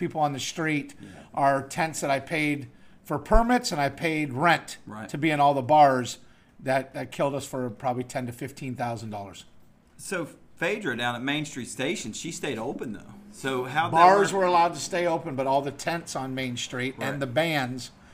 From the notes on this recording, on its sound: On this week's episode we are live at Chrome Premium Cigars